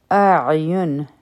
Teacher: حمزه د حلق د لانی حصے نه ویلی شي کوم چې سینې طرف ته نږدې ده، او عین چې دی نو دا د حلق د میډل یعنی مینز نه ویلی شي